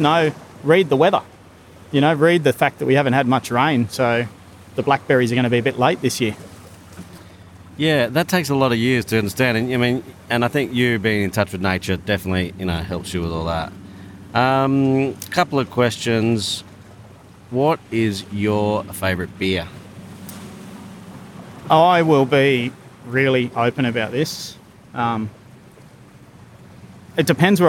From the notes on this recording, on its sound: This Prodcast was recorded before the Covid-19 outbreak in Australia. We recorded this episode on the edge of the Sydney Harbour with views from the city to Sydney heads.